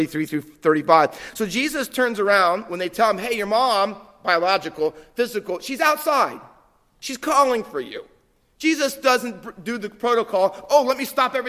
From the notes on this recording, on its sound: Faith Baptist Church in Hamilton, NJ.